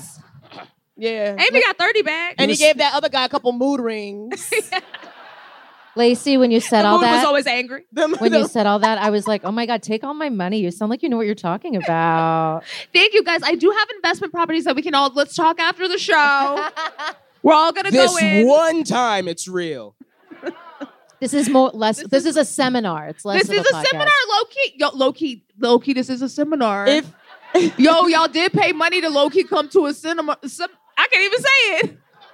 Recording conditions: live audience